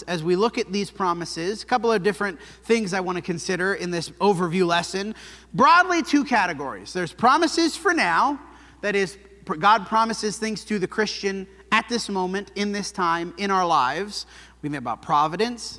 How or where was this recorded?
large echoing room